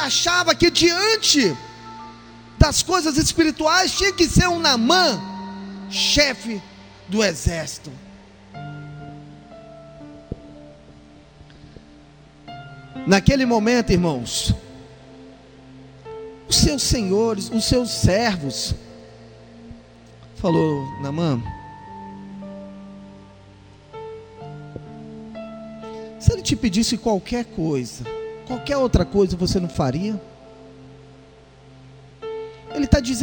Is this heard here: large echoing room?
yes